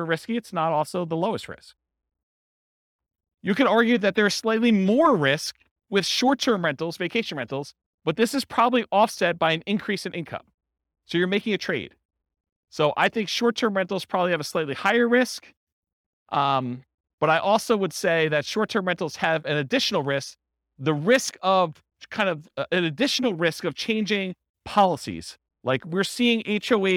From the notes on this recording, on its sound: This was a live class recorded